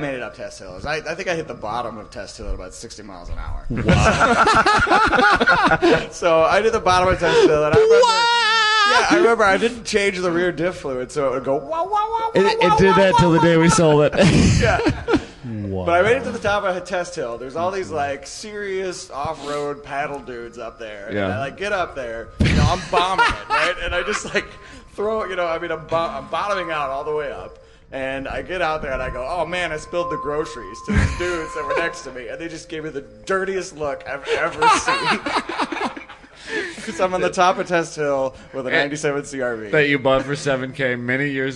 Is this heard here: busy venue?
yes